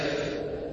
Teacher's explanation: ما بصير. الفاء من بطن الشفة السفلى مع أطراف الثنايا العليا